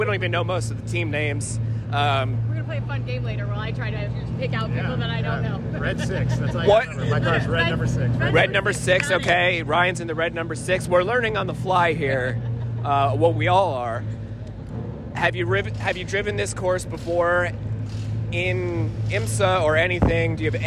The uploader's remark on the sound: walking down to INDYCAR practice